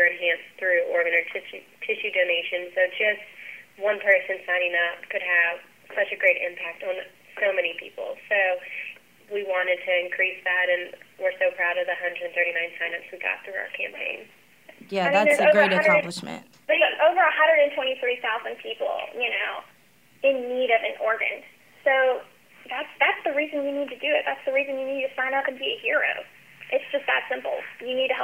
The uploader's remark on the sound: Past students also call in.